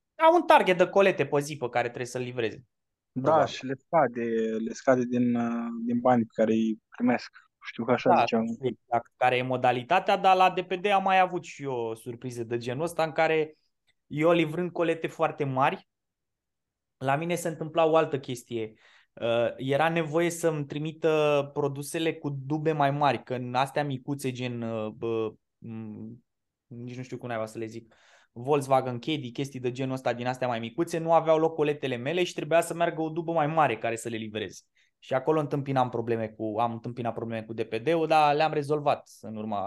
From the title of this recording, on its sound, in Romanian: Conferinta Zoom Saptamanala EcomSchool